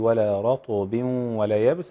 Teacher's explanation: القلقله هنا ضعيفه، ولكن لازم صفه من صفات الطاء الساكنه، فلازم اجيبها، يعني ما اقولش رطب ولا رطب ولا، ما اقطعش الصوت ولا اخفي القلقله خالص.